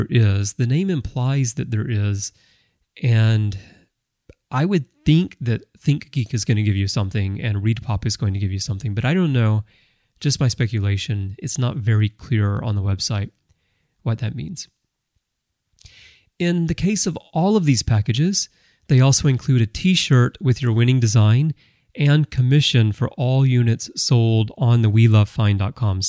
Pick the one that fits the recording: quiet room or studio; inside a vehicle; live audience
quiet room or studio